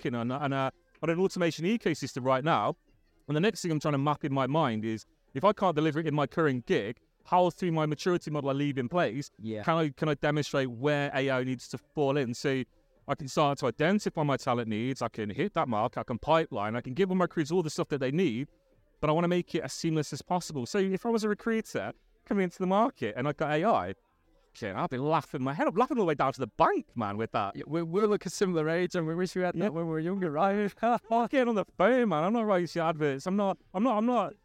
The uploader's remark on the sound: We are live from RecFest 2023! The bubbles are blowing and the 360 camera is spinning! We have set up the podcast station for the chance to grab some of the attendees to talk about why they are at the event.